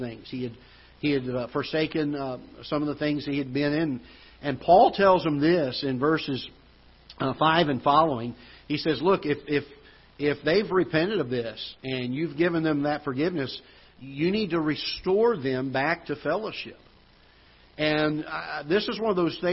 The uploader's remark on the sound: Ketha Heights Baptist Church ~ Live Broadcast